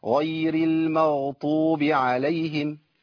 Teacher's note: بعض إخواننا بيبدل الضاد بطاء